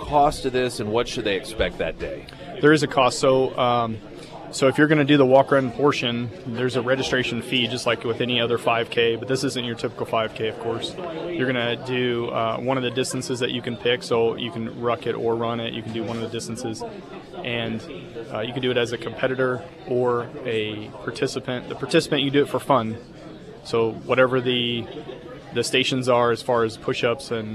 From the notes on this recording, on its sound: live at Scramblers Diner for the Friday Road Show